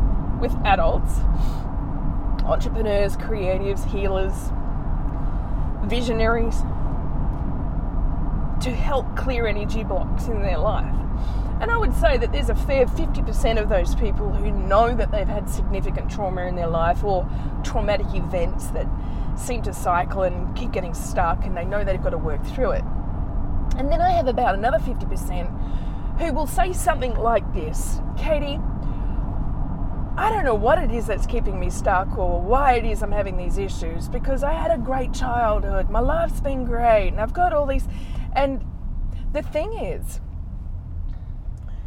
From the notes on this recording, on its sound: Today's episode was recorded while driving in my car again